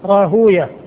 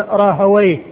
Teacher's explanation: وكلمة براهوية هذه الألفاظ التي هي مخصومة بالواو والياء والهاء المحدثون ينطقون بها بهذه الصيغة، فيقول الراهوية بسكون الواو وضم ما قبلها وفتح الياء التي بعدها وسكون الهاء · Shown in: first take · راهوية. وأما أهل اللغة فإنهم يأتون بها مفتوحة الواو ساكنة الياء فيقولون راهويه، والمحدثون يقولون راهوية.